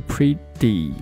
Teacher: 舌尖利用气流和舌尖自己的肌肉进行一个弹动发出的一个声音 · Term: flap t